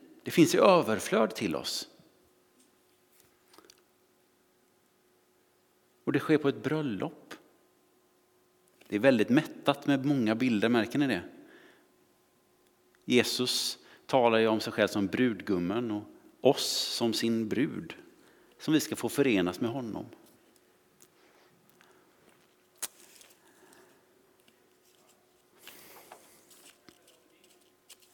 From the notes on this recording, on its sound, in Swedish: Inspelning från Immanuelskyrkan Skövde.